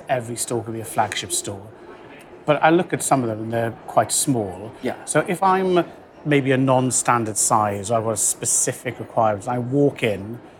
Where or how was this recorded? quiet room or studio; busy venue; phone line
busy venue